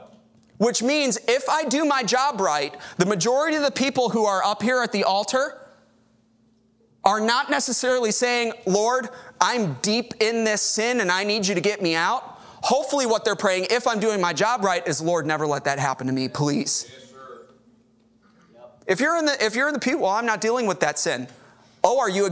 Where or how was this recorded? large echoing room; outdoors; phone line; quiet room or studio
large echoing room